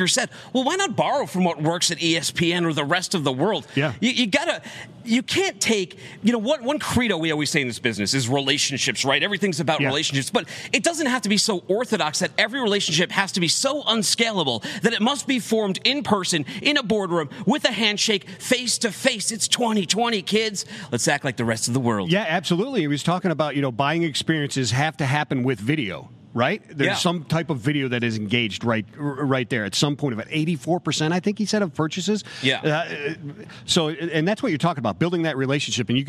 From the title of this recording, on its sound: LIVE from Carrier Summit